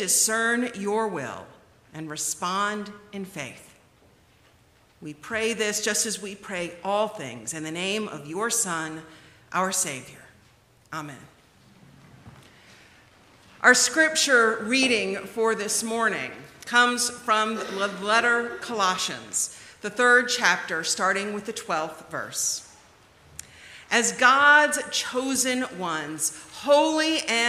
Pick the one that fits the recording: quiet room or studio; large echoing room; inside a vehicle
large echoing room